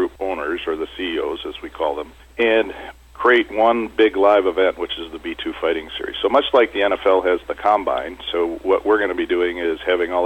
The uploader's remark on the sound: called into SmallCapVoice